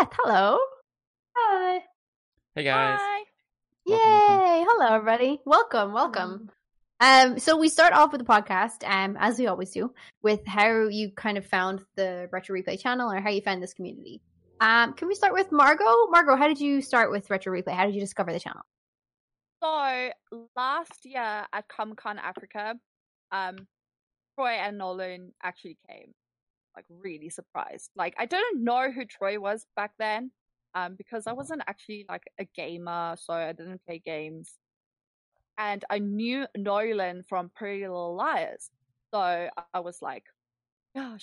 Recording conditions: drop-outs